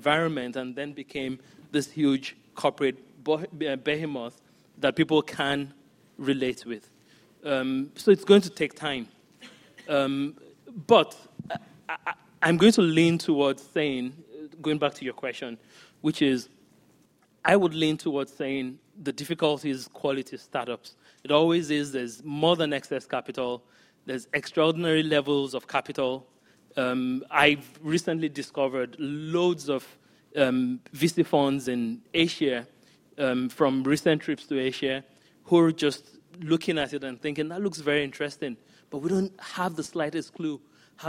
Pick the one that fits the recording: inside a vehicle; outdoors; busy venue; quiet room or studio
busy venue